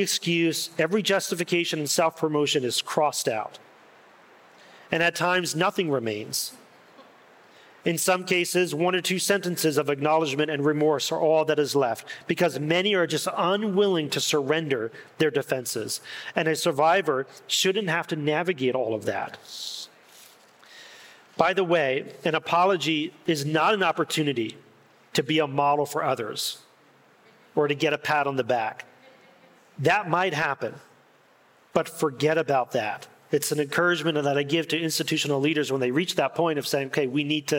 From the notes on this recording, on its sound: In this insightful and pastoral talk at the Restore Conference.